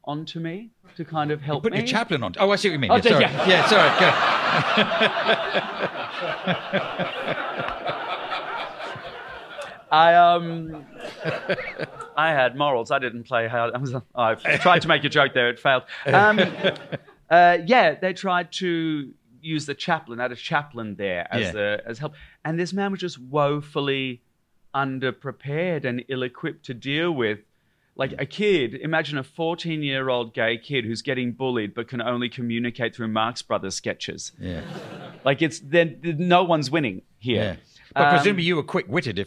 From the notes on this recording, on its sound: This episode was recorded live at the Edinburgh Fringe, August 2023.